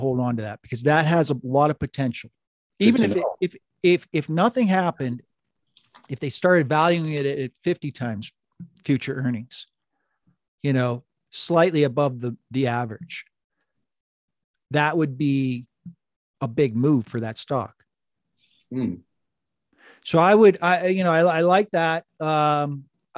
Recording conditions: video call